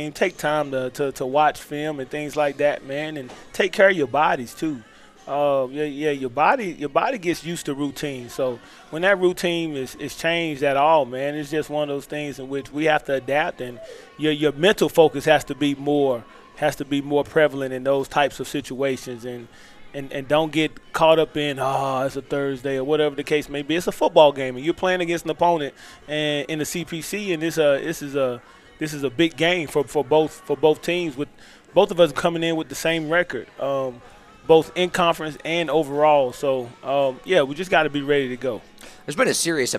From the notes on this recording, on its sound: Live in season Tues Nights 730pm from Ledos Pizza in Kernersville